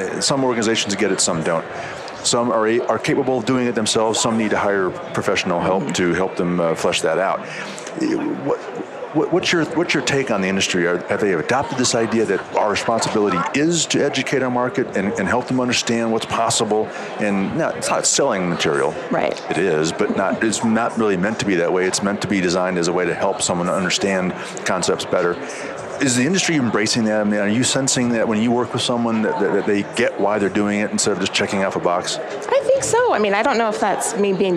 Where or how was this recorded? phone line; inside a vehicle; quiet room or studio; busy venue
busy venue